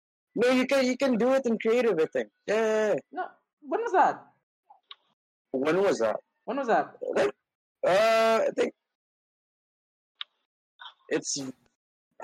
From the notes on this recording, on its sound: Note: Audio may be faulty due to technical difficulties